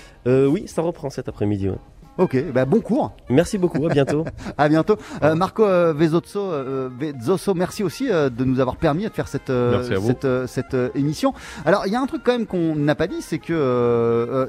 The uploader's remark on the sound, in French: En direct du Conservatoire de Nice. En fin d’émission, nous serons rejoints par un trio d’élèves.